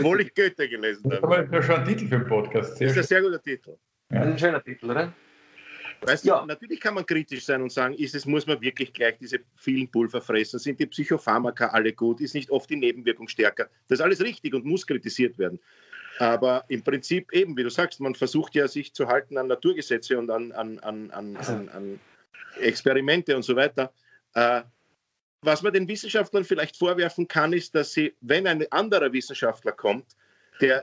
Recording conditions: video call